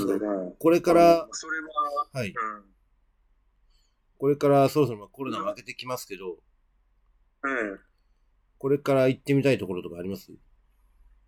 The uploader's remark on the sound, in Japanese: 今回の収録はオンラインで。